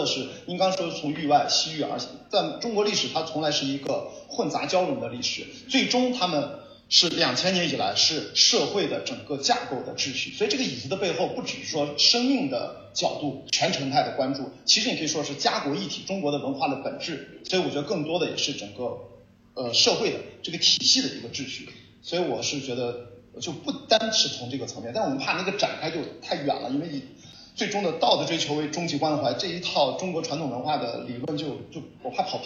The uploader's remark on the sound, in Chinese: 本期节目因为是从课堂的网络录制翻录而来，所以声音质量受限，还请多多包涵。